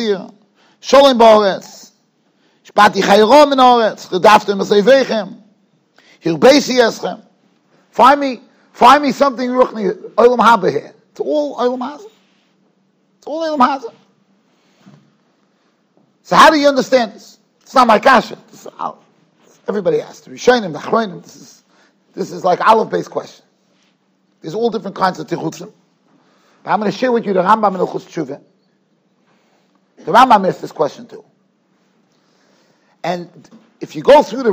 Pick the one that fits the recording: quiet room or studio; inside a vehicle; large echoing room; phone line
large echoing room